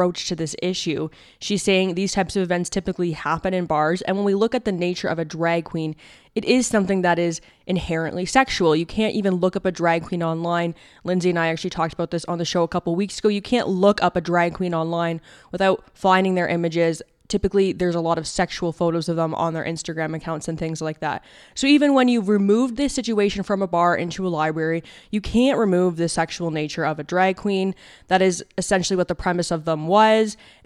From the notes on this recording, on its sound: True North will be coming to you LIVE tonight from the Big Four Building in Calgary at the United Conservative Party’s election night event.